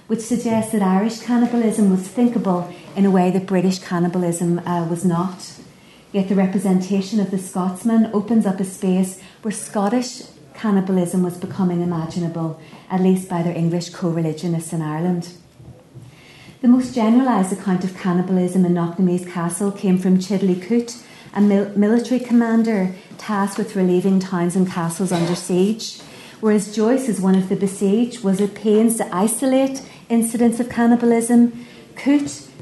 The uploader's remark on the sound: At the 2022 Tudor and Stuart Ireland Conference.